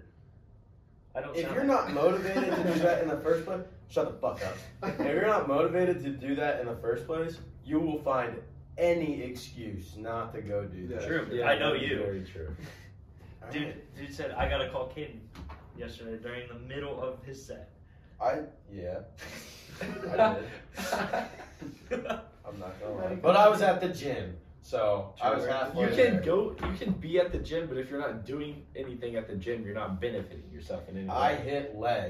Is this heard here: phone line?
no